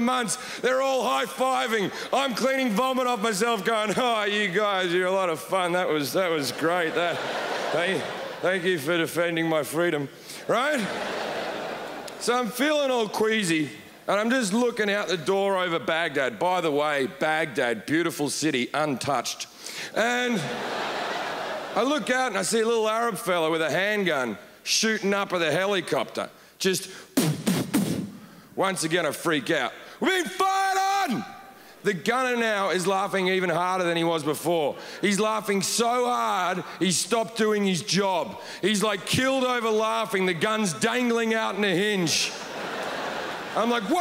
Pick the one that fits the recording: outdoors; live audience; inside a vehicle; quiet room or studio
live audience